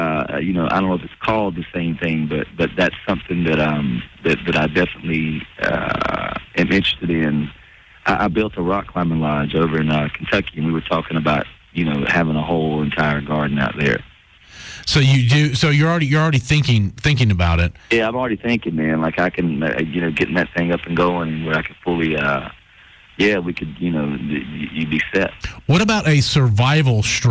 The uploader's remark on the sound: On The Phone